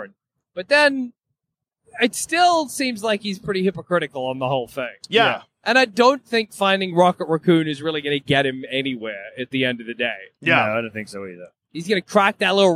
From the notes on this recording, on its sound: Recorded live from the car on the drive home